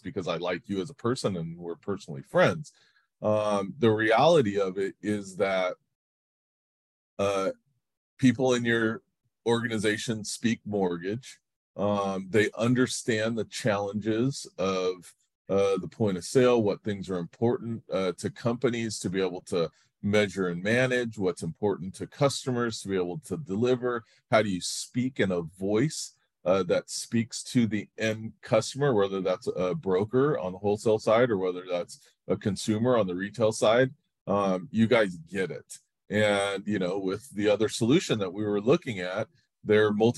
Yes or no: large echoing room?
no